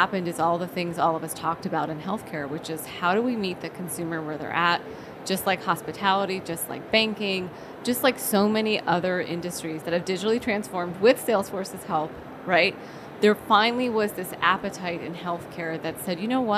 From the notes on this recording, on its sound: live from the floor of the HLTH conference